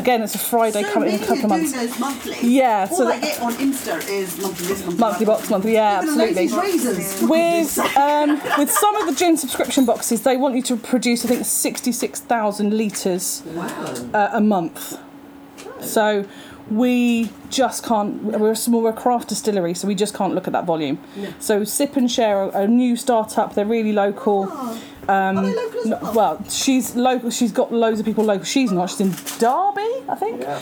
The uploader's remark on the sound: Perryley Craft Gin are based in Old Coulsdon. The team spent the evening there and sat under a gazebo outside their local distillery.